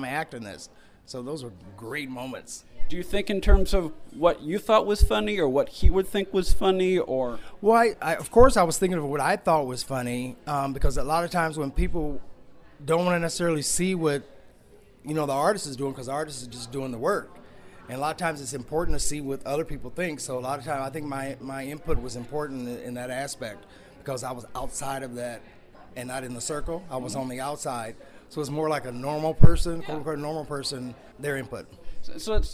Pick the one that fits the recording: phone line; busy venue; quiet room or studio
busy venue